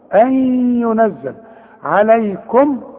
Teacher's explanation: عندك النون وبعدها الياء، والياء من حروف الإدغام، هنا حتغن